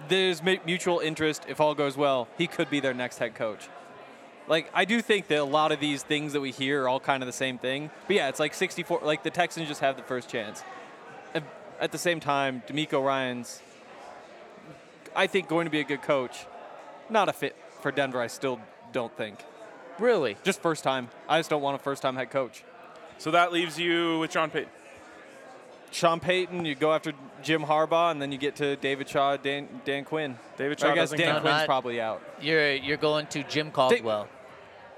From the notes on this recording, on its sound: coming to you LIVE from the Breckinridge Brewery Farmhouse